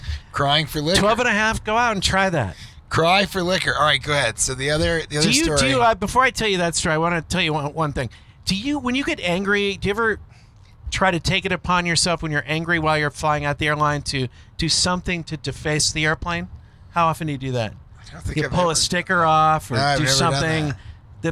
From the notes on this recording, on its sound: Flying Naked: A Montana Holiday Roadtrip Special. Recorded while driving through Montana.